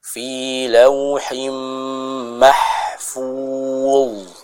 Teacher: kita baca dengan menebalkan huruf dho tersebut